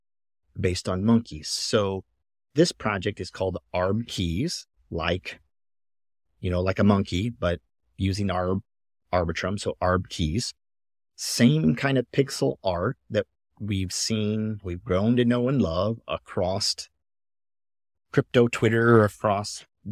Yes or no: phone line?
no